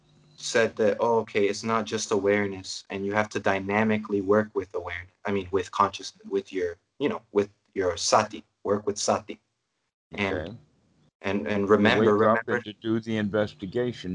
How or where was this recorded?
video call